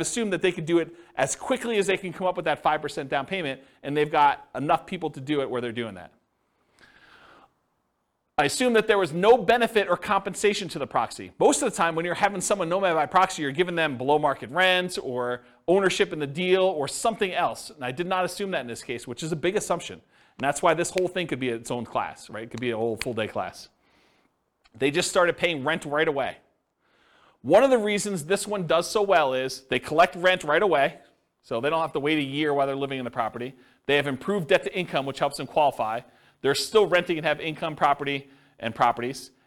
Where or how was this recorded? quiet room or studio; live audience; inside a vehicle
live audience